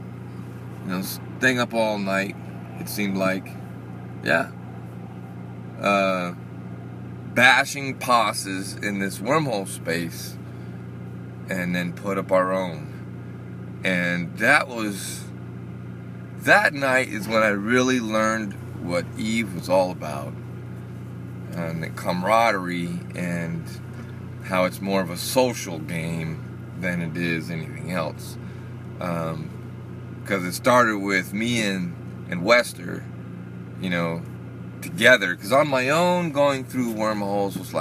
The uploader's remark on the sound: a test recording in my truck